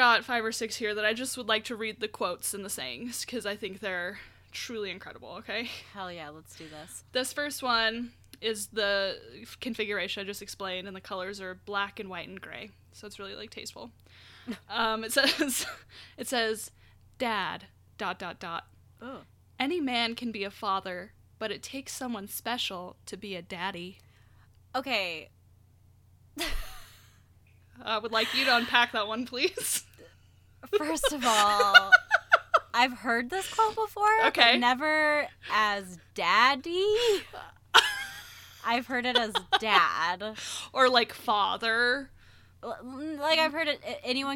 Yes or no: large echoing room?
no